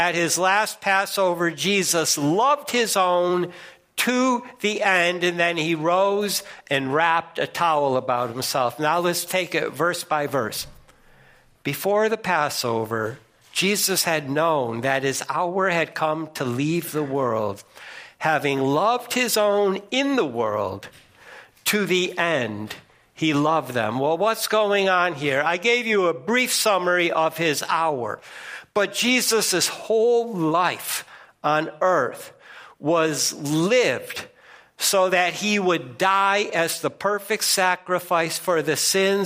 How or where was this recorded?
large echoing room